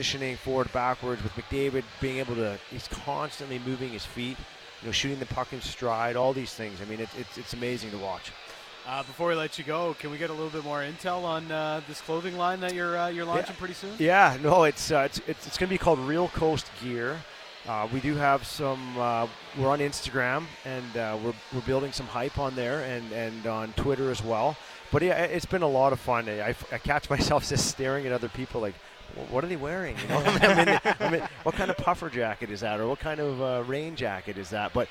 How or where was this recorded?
busy venue